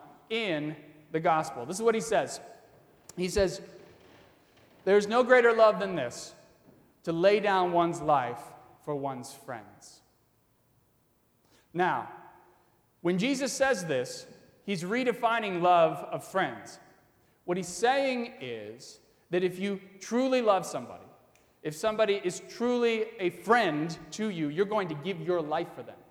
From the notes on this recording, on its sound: during the 10:00 AM service on Sunday July 21, 2019, at First Presbyterian Church of Arlington Heights, Illinois.